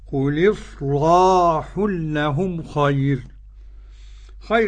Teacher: خير إذا وقفنا الراء مرققة للكل